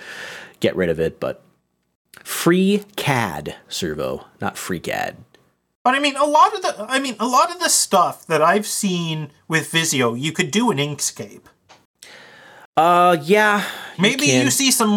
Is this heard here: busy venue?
no